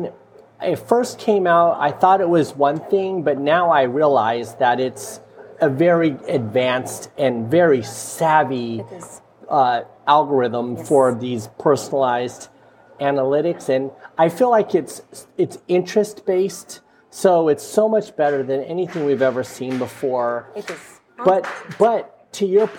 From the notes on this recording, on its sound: Recorded in a quaint coffee shop in Dubai.